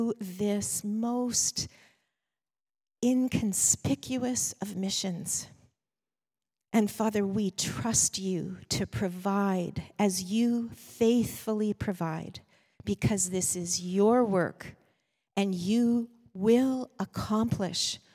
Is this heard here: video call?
no